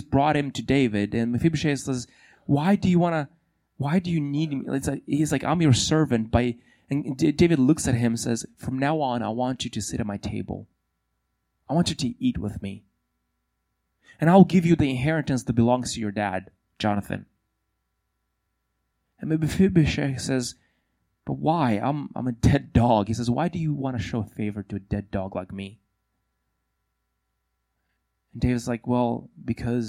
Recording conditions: large echoing room